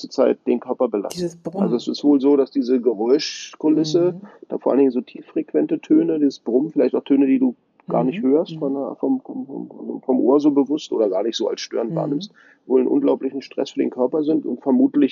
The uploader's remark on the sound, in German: In Paris weilt und die zwei daher heute per Telefon darüber sprechen.